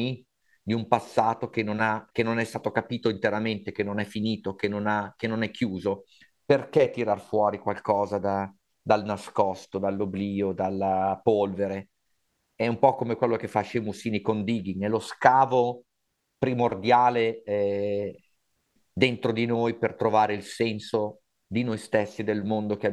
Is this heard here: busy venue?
no